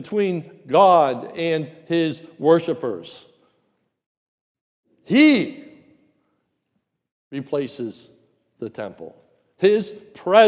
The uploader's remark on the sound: A sermon recorded at the Lebanon Bible Fellowship Church in Lebanon, PA during the morning service.